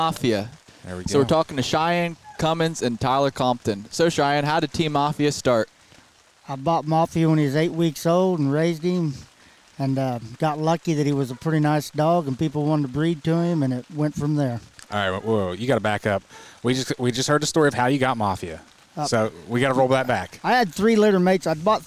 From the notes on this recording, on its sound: In this special episode recorded at Autumn Oaks. On site at Autumn Oaks.